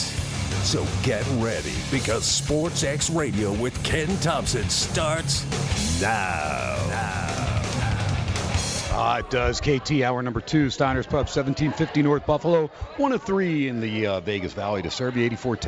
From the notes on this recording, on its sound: "Live" from Steiner's Pub in Las Vegas